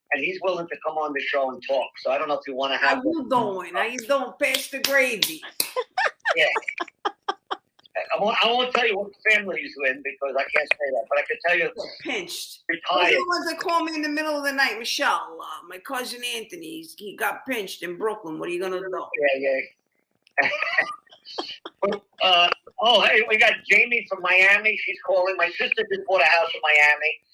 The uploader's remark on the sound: Please disregard audio problems